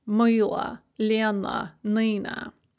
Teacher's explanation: With мила, Лена, and Нина, we have an O or an A that is after the stress, and so they're all pronounced kind of an E sound. · Term: schwa